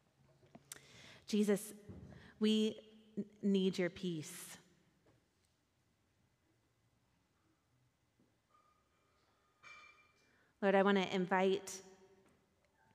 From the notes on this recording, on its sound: Recorded at our Sunday gathering on December 10, 2023 in Port Orchard WA.